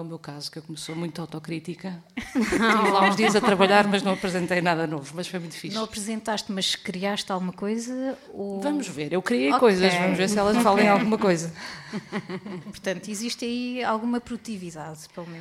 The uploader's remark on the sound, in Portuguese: Chasing Rabbits Record Store. Gravado ao vivo na “nossa” Chasing Rabbits.